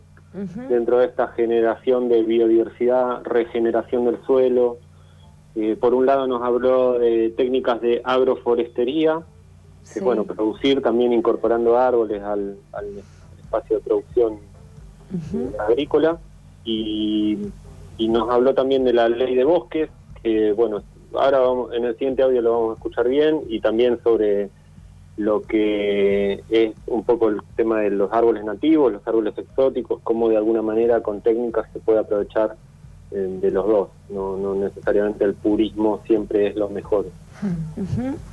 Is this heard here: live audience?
no